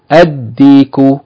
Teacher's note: dal is a sun letter, so instead of saying al-diku, it becomes ad-diku · Term: merging